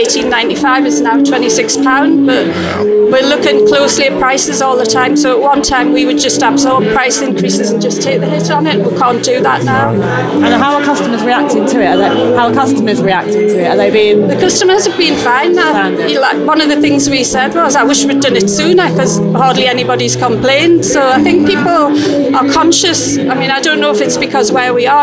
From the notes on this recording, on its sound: In a special recording of the Lock In podcast, live at the Estrella Damm Top 50 Gastropubs event recently.